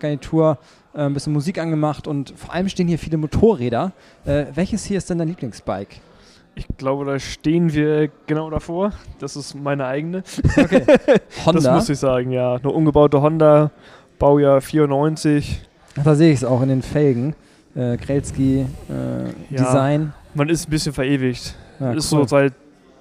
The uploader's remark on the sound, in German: LIVE vom Partnertreffen.